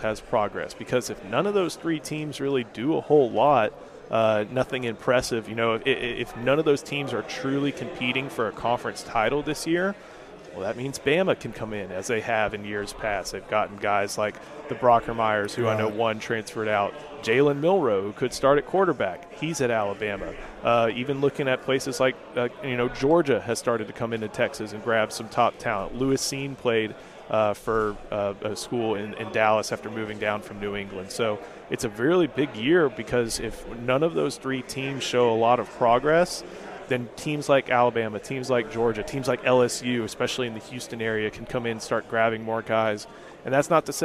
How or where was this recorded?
busy venue